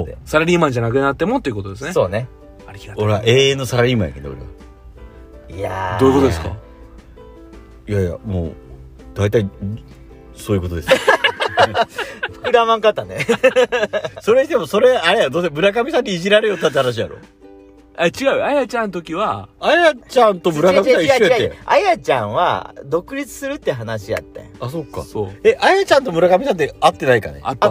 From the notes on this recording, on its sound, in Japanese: 庭にマットを引いてたんですが、雨が降り出して車の中へ。金曜日の焚火会3人で収録しております。